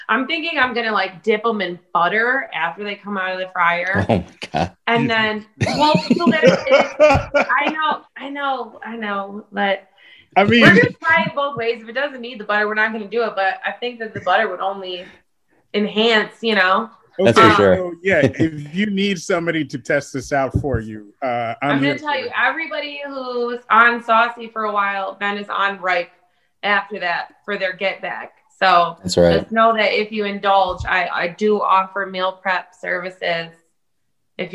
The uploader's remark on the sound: Recorded Live on Zoom.